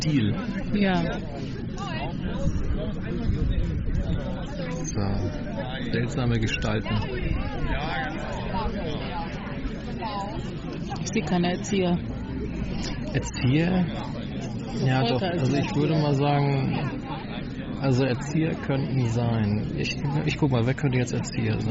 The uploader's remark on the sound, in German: Gespräche beim MidSommerJazz Festival in Flensburg